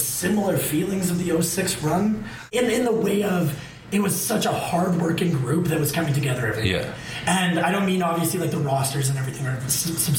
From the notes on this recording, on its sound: On location at Alley Kat Brewery in Edmonton, AB.